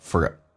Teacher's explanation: for 跟 a 有一个连音，字母的 r 跟 a 叫 for a